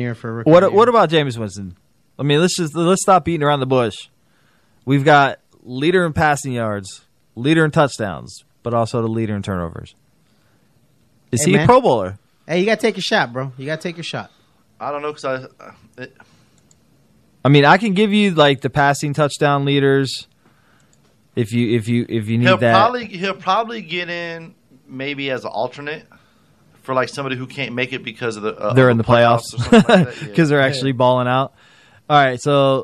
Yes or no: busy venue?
no